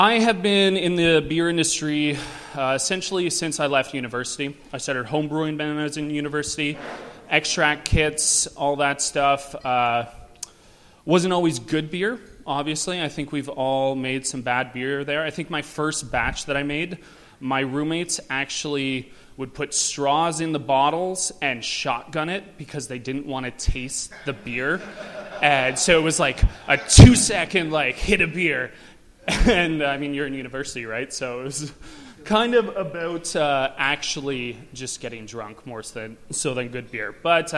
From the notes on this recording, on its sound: Recorded live at the Great Canadian Homebrew Conference put on by the Canadian Amateur Brewers Association.